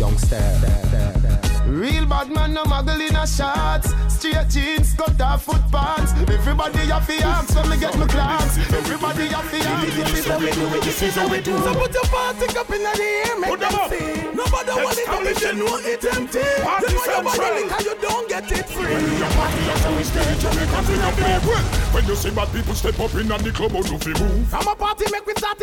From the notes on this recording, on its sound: this is the Audio of the Dance